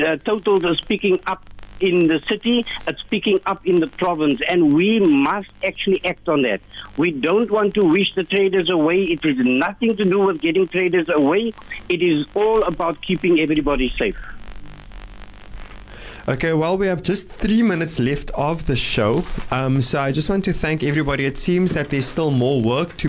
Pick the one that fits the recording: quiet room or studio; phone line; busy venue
phone line